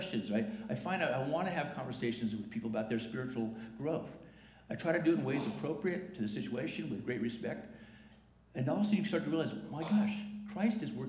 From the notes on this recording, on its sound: The following is a recording from the 10:45 am service.